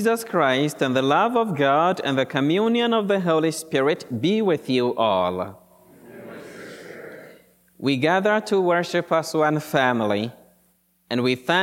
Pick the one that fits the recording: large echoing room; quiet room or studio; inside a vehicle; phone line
large echoing room